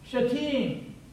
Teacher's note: And the pronunciation and the emphasis, the accent, I guess is the right way to say it from an English language, the accent is on the second syllable